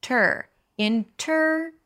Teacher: So you don't pronounce, it's not inter, although there is an E here, it's a T that shifts to the R directly